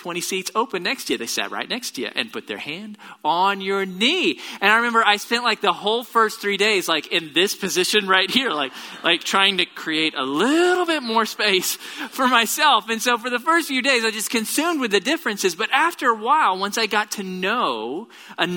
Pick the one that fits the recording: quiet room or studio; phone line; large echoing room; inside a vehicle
large echoing room